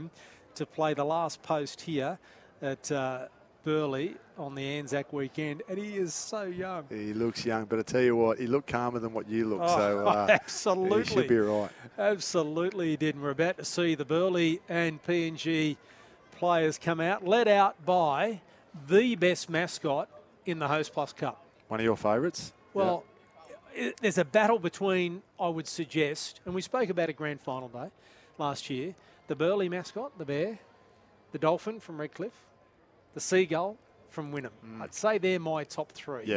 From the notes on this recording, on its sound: Live call from UAA Park, Gold Coast.